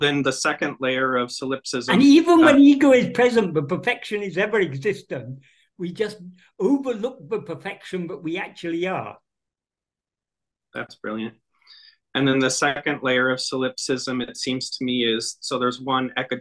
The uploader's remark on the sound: In a Zoom meeting